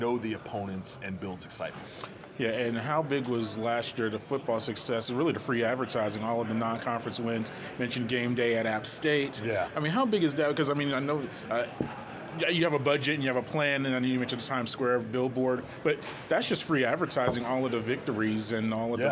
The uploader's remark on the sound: during the football Media Day festivities in New Orleans July 25